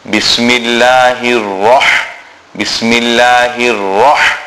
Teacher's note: Now the letter Ra will be read full mouth.